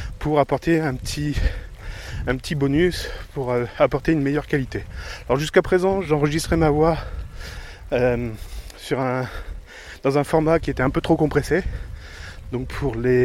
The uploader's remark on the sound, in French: Enregistrement avec Zoom H1 en extérieur à la campagne.